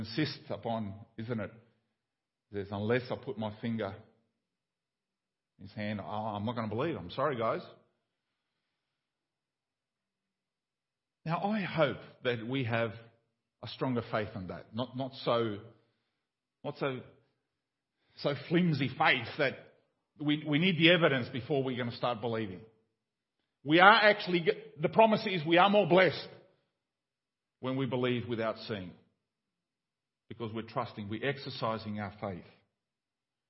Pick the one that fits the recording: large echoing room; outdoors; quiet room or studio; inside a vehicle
large echoing room